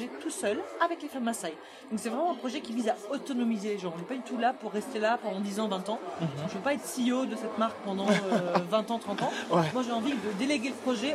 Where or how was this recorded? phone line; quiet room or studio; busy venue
busy venue